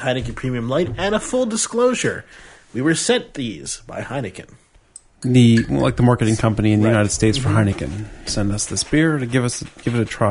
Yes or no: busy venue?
no